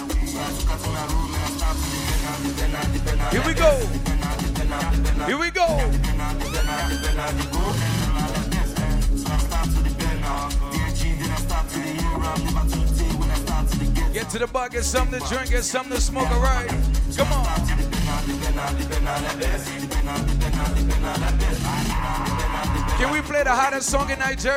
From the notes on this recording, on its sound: LIVE AT AFROPIANO FULL SET (Every Thursday in atlanta).